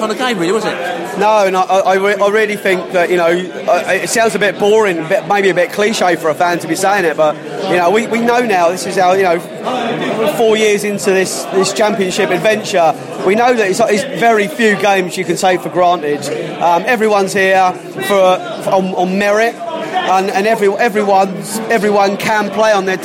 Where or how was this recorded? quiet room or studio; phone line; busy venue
busy venue